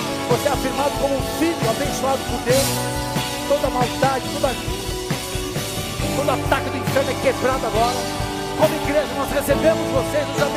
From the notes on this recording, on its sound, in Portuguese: Áudio extraído do culto do dia 28 de Maio de 2023.